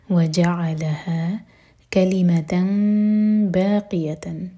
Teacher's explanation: واو الگ ورڈ اور جَعَلَ الگ جیم پر زور دیں گے